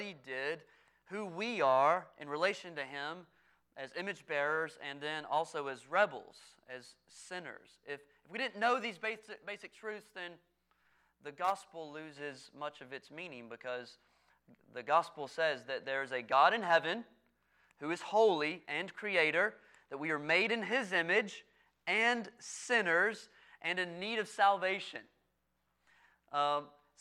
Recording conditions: large echoing room